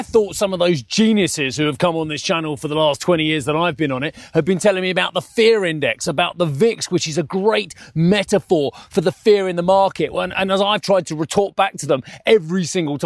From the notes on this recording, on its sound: We are live at the Ambrosetti Forum on Lake Como where the mood among attendees remains cautious amid the market turbulence.